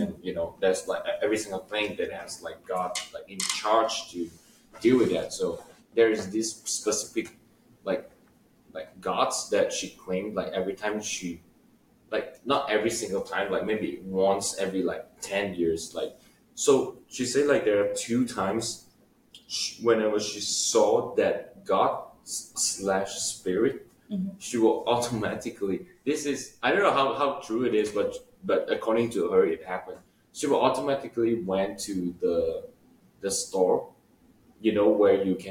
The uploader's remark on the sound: Please excuse our microphone quality this week, we are still traveling!